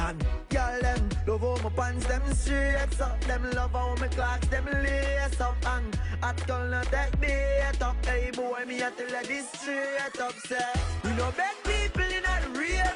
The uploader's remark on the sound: LIVE SET at |WYD? This week's episode is a Live Set from the 1 year anniversary of WYD?